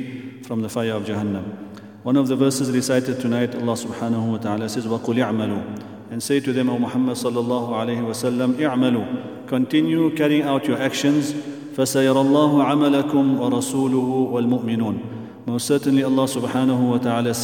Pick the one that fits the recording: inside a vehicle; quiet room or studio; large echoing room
large echoing room